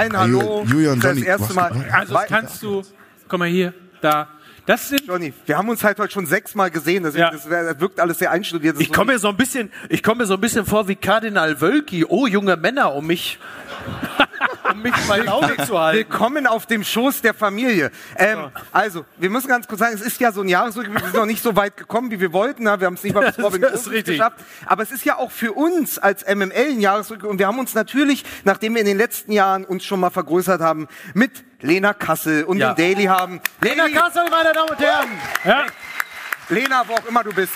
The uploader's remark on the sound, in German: LIVE AUS HAMBURG. Unser Live-Auftritt.